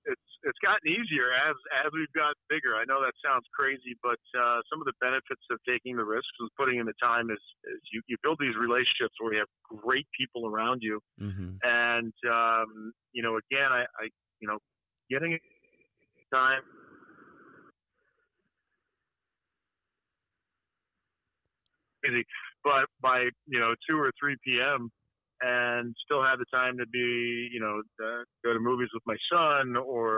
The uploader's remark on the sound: on the phone to interview him